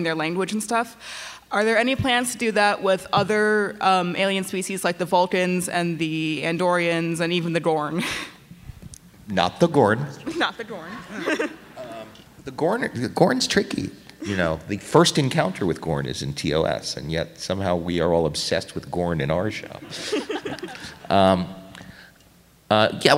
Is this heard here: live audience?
yes